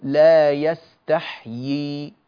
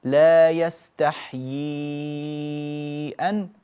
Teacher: فالنطق يكون بياءين في حالة الوصل وحالة الوقف